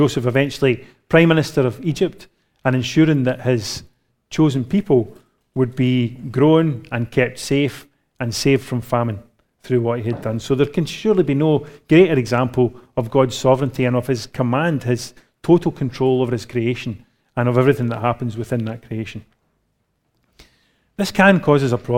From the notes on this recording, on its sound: recorded live at Grace Community Bible Church